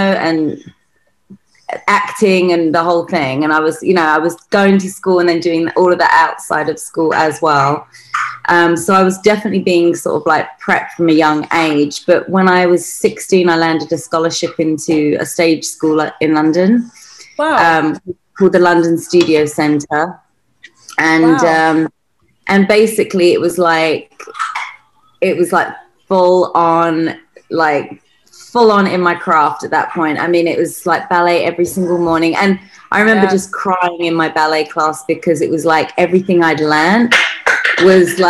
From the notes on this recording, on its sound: Joins us from her home in White Rock, BC, Canada. As you'll hear the lovely sounds of her wee babe throughout our chat!